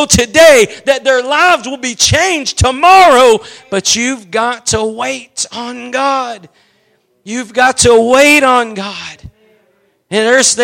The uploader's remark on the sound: Preached at Gospel Lighthouse in Bossier City, La.